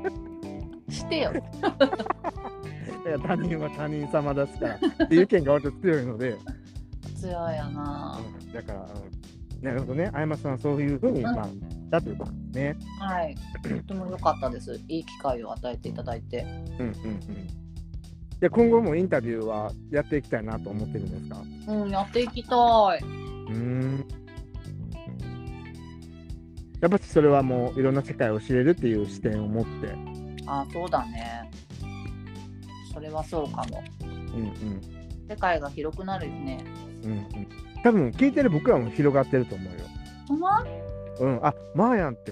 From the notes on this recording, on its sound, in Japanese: 散歩しながらの収録でめちゃんこ電波とぎれるやん。